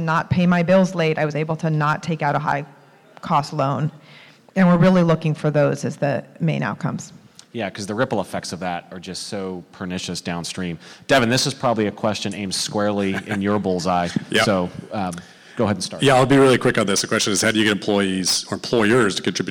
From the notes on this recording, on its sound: This recording is from Fintech Nexus USA held at the Javits Center in New York City on May 10-11, 2023. From the Financial Health and Inclusion track.